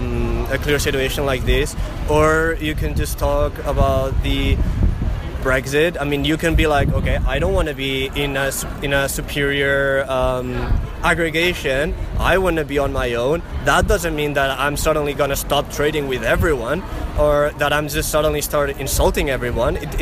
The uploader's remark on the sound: They both live in Barcelona and they debate their contrasting opinions during a protest at the GPO, Dublin.